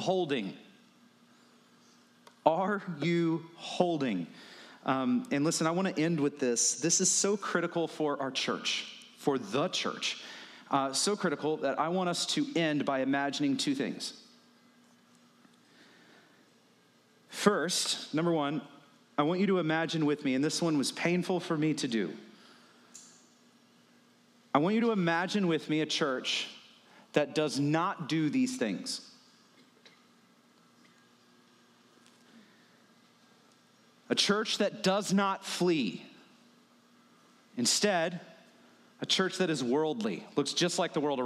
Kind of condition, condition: setting, large echoing room